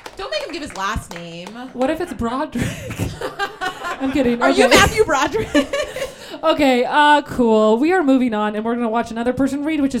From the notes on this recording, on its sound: Reductress Minute LIVE at Caveat. In this live episode.